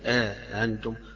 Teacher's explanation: بالمد أو بالألف وبتسهيل الهمزة الثانية